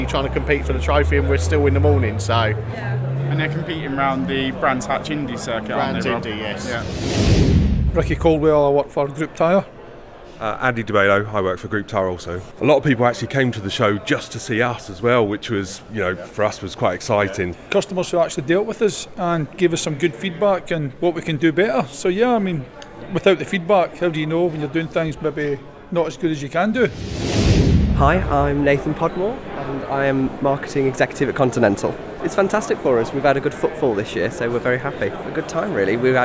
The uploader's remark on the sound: This episode we visit the aftermarket trade show Mechanex, where just that happened. We got five of the UK’s most well-known commentators on stage.